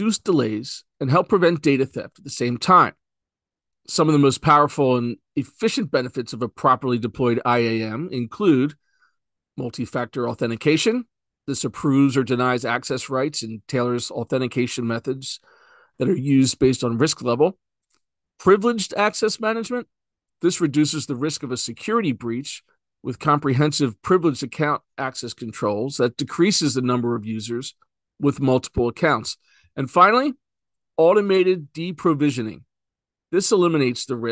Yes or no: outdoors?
no